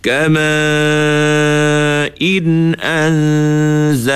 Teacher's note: In jangan dengung, tapi yang dengungnya adalah an. Kama in anzalnahu.